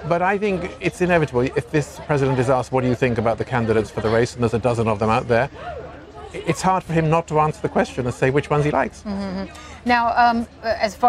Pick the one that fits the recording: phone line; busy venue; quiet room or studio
busy venue